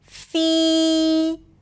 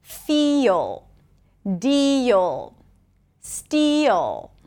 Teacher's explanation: And here's a quick tip about pronouncing the dark L after two particular sounds. If the dark L appears after a tense E sound, as in feel, I want you to think as if you're adding a Y sound right before.